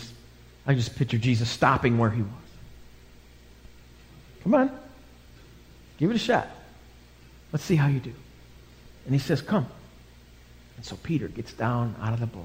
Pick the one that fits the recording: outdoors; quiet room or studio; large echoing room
large echoing room